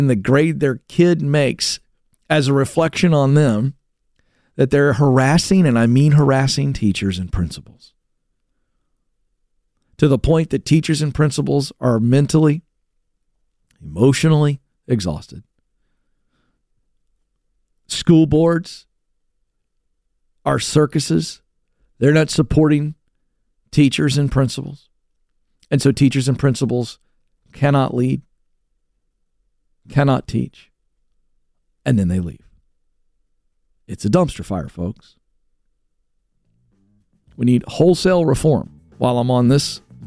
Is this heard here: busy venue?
no